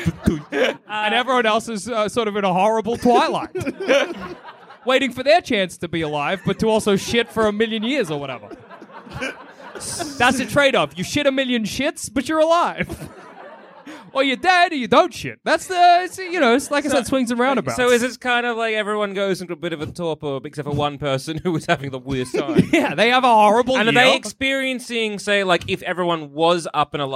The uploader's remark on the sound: Recorded live at Comedy Republic 2022.